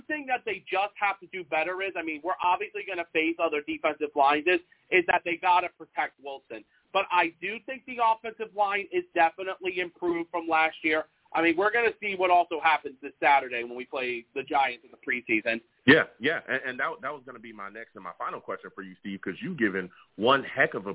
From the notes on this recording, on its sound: I take live callers!